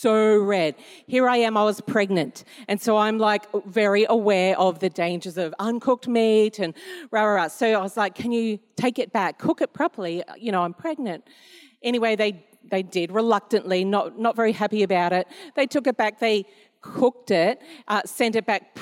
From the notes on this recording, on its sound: This was recorded in our 9am service on the 18th of December, 2022